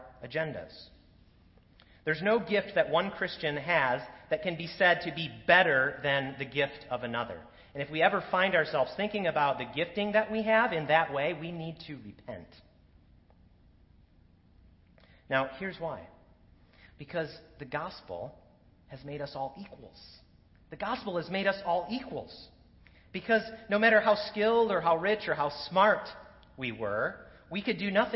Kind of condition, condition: setting, large echoing room